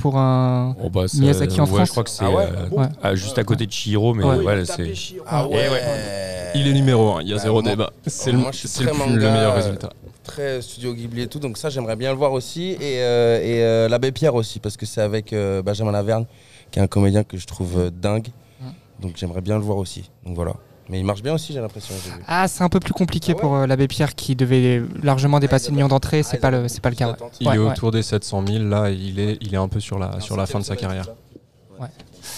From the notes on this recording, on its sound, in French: À l'occasion de l'avant-première de Vermines à l'UGC Ciné Cité La Défense. Enregistré le mardi 26 décembre 2023 à l'UGC Ciné Cité La Défense.